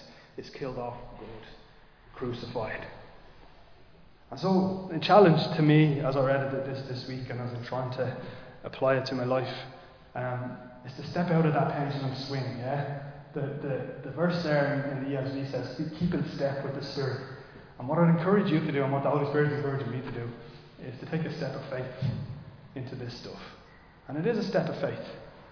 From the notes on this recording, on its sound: Recorded live in Liberty Church on 21 May 2023